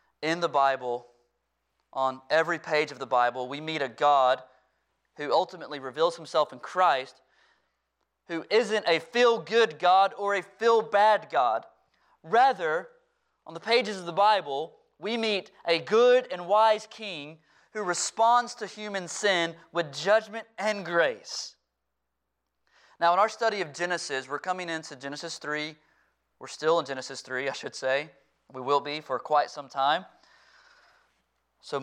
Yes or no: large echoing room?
yes